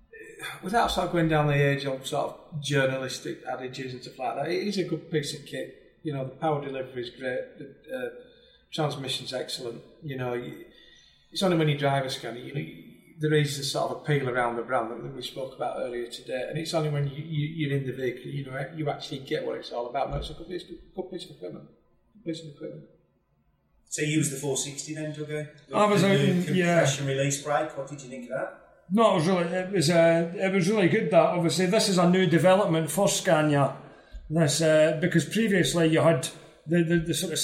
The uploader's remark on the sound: Was joined by 5 guests on this very special Scania edition of the Truck & Driver podcast. This episode was recorded live in Milton Keynes at the press demonstration of Scania's new ‘Super’ range.